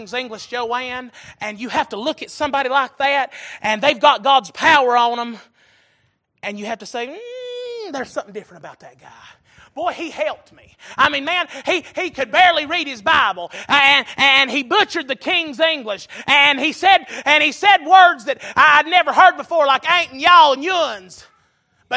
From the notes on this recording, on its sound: Recorded November 13, 2022 - Sunday Evening Service